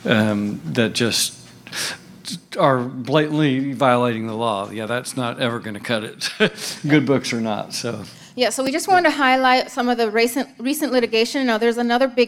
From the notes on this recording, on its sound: Todays podcast is the first part of our talk at the Cannabis Collaborative Conference back in January